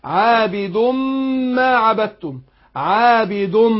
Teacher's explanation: فعندنا هنا ايه التنوين عابد، اصلا نون التنوين دي ادغمناها في الميم عابد عابد بس مع الغنة عابد ما عبدتم عابد.